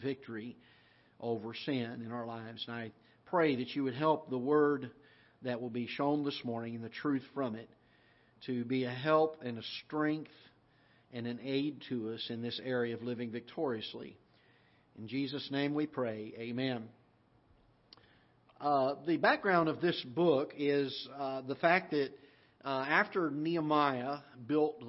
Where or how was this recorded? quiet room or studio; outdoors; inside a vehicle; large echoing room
large echoing room